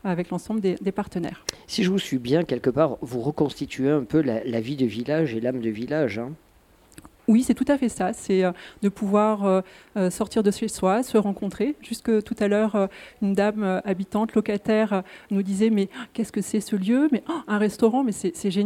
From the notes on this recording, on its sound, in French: Radio Grenouille au Festival Kouss Kouss 2022 - Le Monticole Culinaire. Le Grand Pastis délocalise son plateau et s'invite au Monticole culinaire, un tout nouveau « laboratoire » culinaire qui voit le jour au Plan d'Aou.